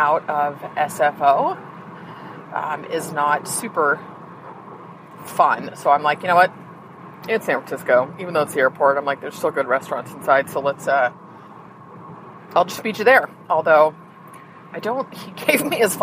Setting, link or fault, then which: setting, inside a vehicle